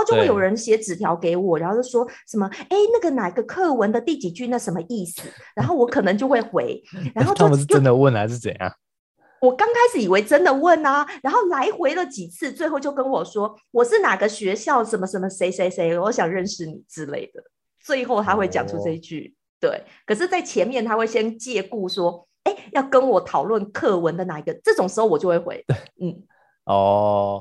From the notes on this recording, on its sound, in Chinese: 遠端視訊錄音